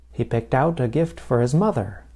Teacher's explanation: Americans generally stress the last word in a phrasal verb. · Note that I placed stress on out, the last word in the phrasal verb. · Term: word stress